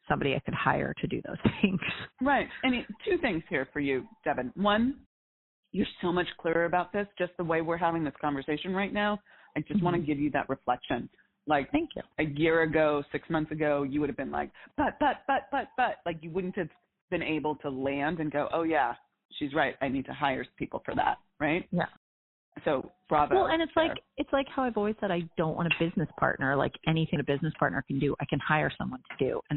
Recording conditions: phone line